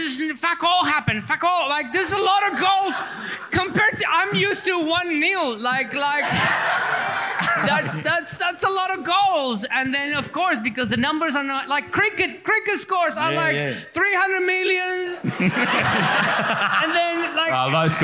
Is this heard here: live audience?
yes